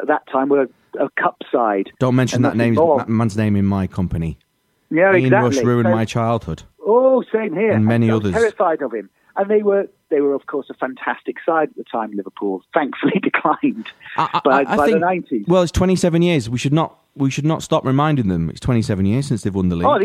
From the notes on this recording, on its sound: on the phone